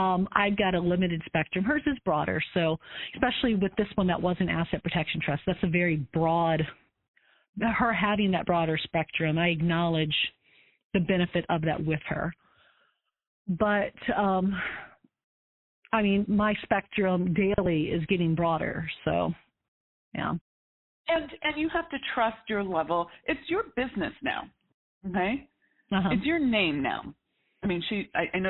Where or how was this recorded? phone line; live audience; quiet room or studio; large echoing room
phone line